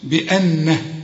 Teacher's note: بأن إذا وقفت، وخد بالك النون أنا غنت لأن كل نون في القرآن لازم تغن ما دام عليها الشدة